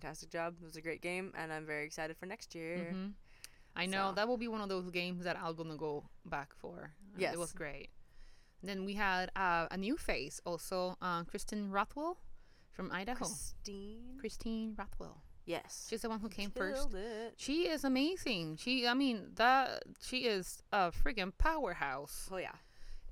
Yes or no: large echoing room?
no